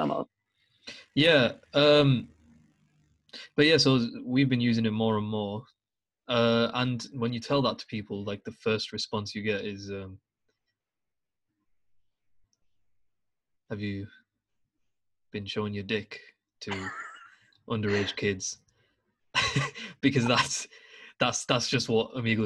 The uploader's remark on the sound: Recorded over Zoom. We talk to random strangers live during the podcast.